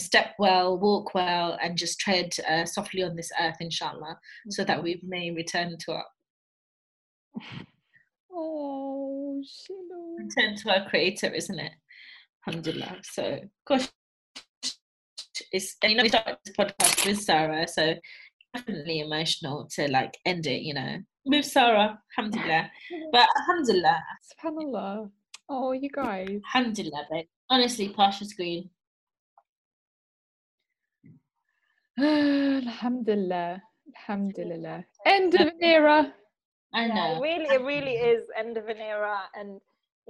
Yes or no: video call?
yes